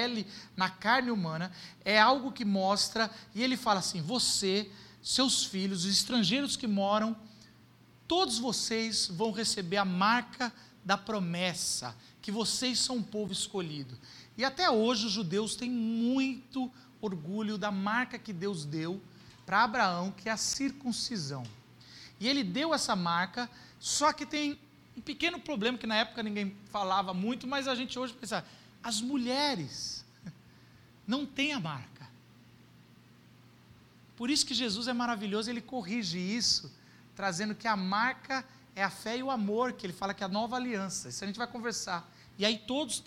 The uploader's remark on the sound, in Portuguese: Culto gravado em 14.